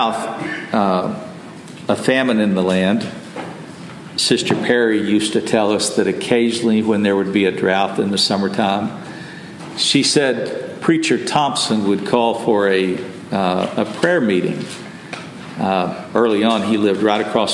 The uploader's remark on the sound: Message delivered Sunday, July 16, 2023 at Mt Carmel Primitive Baptist Church, Bel Air